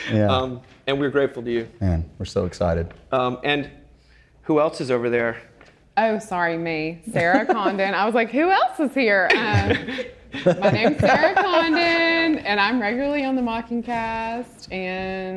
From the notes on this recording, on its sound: Recorded live at the 2019 Mbird Tyler Conference.